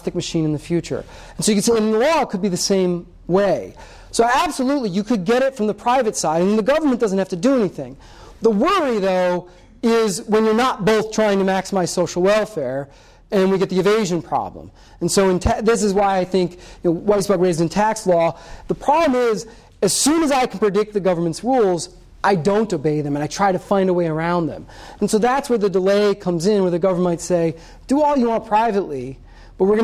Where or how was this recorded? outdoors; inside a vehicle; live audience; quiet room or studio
live audience